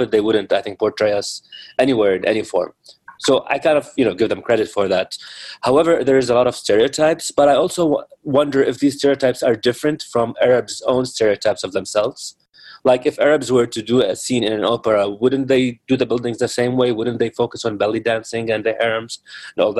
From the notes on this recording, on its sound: A one-hour online event. Q&A with questions coming from the live virtual audience on Zoom.